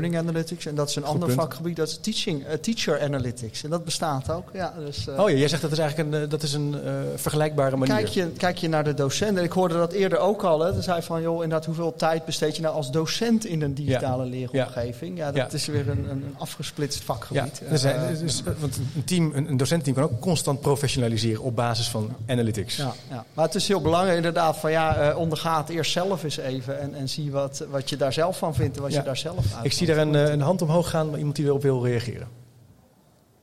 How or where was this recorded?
live audience